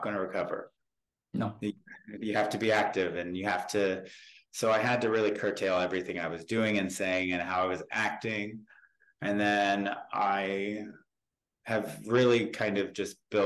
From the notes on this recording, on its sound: Zoom